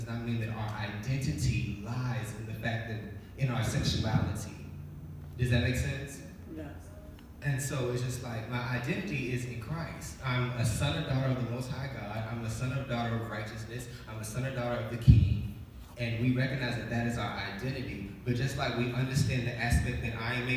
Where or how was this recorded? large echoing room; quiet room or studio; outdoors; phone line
large echoing room